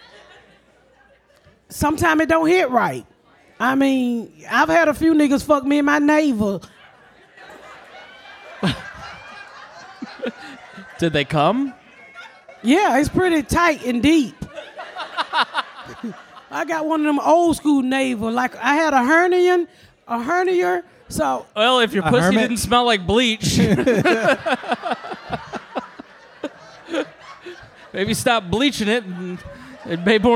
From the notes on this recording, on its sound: We are live in Nashville at Zanie's for the Nashville Comedy Festival. A local gospel singer blesses us with a song, and a fan reads a beautiful poem.